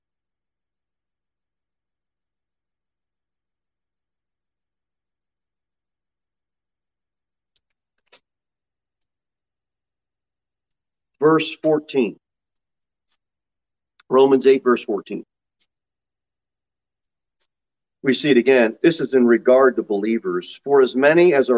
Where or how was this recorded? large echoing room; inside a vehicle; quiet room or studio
large echoing room